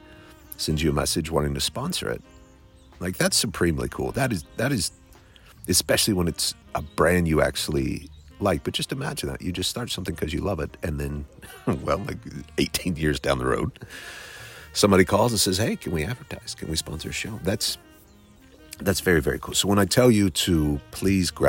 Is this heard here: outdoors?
yes